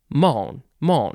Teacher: it looks like main, but it is pronounced more like mon, mon. You don't really say the N too much.